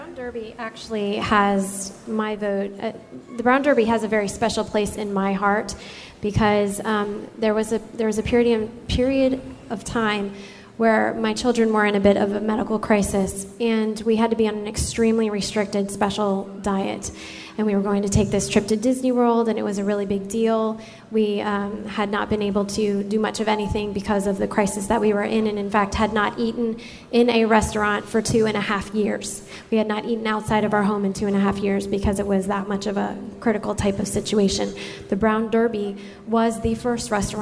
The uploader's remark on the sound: Filmed Live at the Nova Scotia DIS meet to raise money for Give Kids The World.